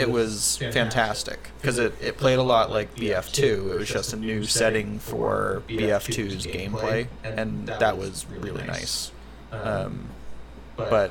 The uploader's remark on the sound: Left his speakers on for the entire recording. Send all complaints about the echo.